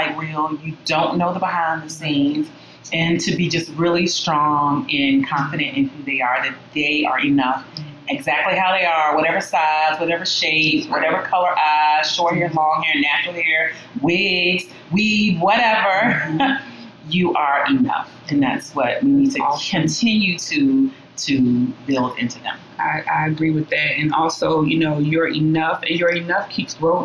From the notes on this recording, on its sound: Please forgive the sound quality. Trying a new process.